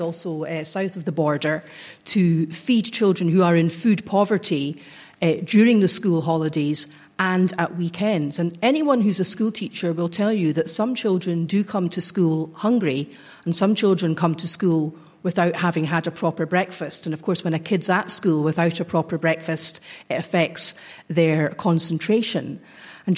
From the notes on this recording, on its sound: political debate from Nairn Community & Arts Centre in Scotland